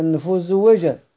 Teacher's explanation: يبقى السين تضغم في الزاي